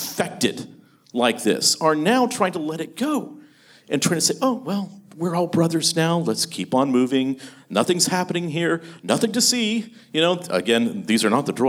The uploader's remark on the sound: In this third and final panel of Sovereign Nations's The Theology of Marxism Conference. Live on stage.